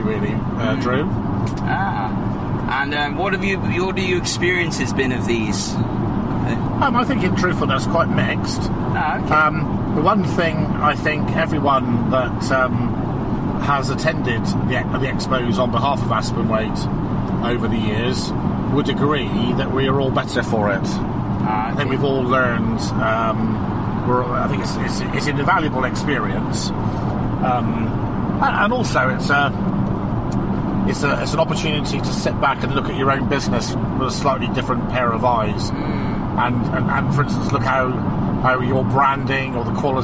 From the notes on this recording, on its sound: The podcast was recorded in the car as they travelled. Pologise for any background noise.